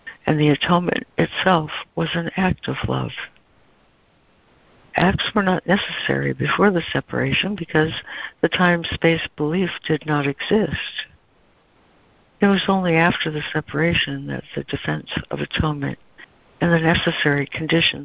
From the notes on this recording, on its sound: ACIM Daily Conference Call